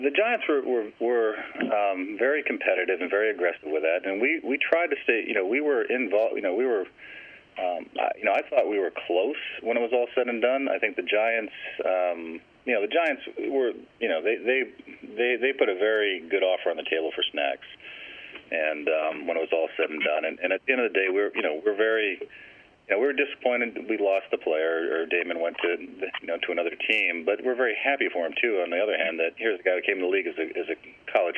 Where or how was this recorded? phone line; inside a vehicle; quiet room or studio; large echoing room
phone line